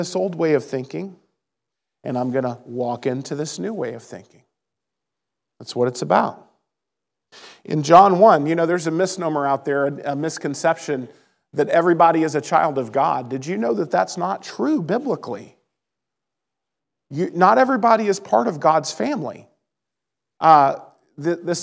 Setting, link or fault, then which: setting, large echoing room